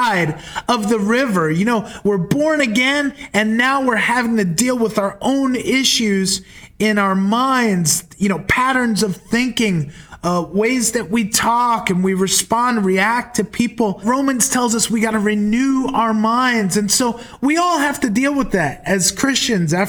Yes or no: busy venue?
no